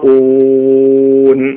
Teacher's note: റായിന് ശേഷം മദിന്റെ അക്ഷരം പിന്നെ അംസയും വന്നു അത് ഒരേ പദത്തിൽ തന്നെയാണ് അതുകൊണ്ട് മദ് മുത്തസിൽ എന്നാണ് പറയാ നീട്ടണം നിർബന്ധമായും